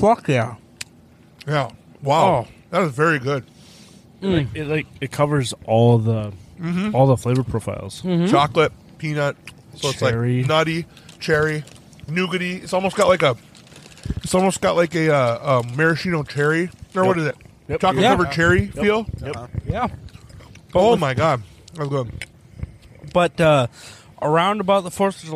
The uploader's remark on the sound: We gather outside around the bonfire